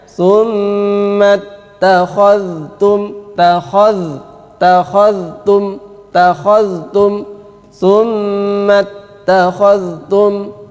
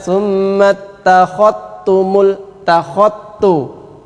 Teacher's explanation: Dzal bertemu dengan ta, Imam Hafiz membaca dengan izhar. Maka dzalnya harus jelas. · Shown in: first take